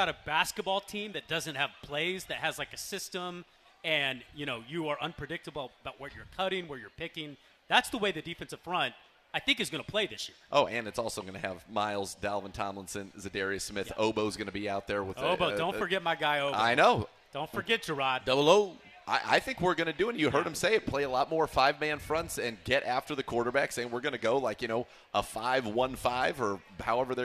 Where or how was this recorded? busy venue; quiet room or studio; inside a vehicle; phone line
busy venue